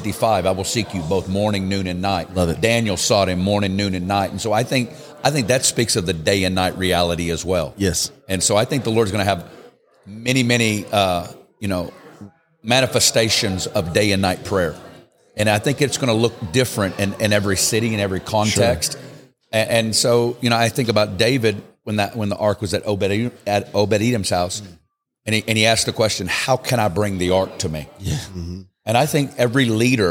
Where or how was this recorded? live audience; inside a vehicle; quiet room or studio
live audience